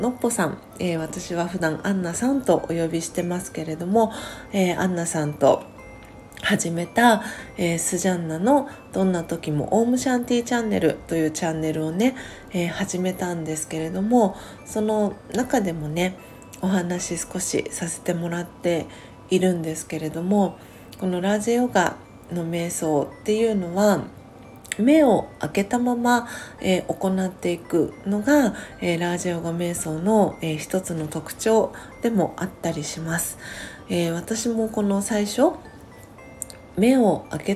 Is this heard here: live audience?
no